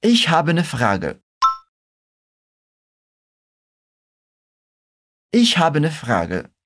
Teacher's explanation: quando os nativos falam mais rápido, é bem comum eles comerem esse I do começo da palavra e acabam falando apenas ne.